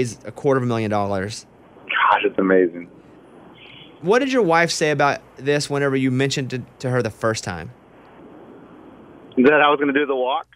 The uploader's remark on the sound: Driving back from his walk.